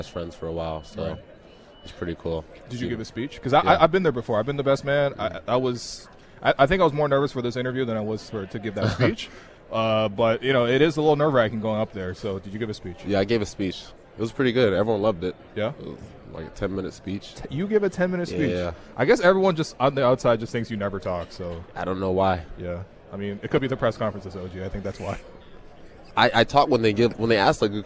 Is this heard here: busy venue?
yes